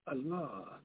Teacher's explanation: the second syllable should be a little bit elongated